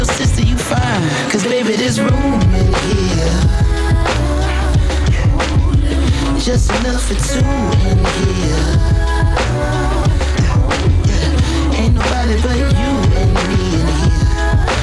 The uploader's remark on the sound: Originally broadcast live on October 31, 2016 from the storefront of The Late Late Bar on Houston Street in New York City